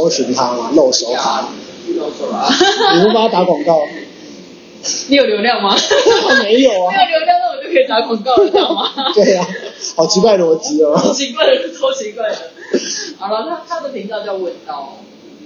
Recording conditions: poor sound quality